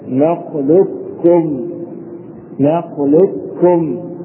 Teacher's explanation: إما الإدغام الكامل فنحذف القاف تماما وننطق بالكاف مشددة